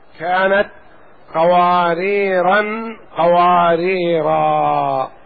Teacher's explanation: قواريرا بالتنوين فيهما مع الوصل، وبالوقف عليهما بالألف، لأن الوقف لا يصح أن يوقف في التنوين.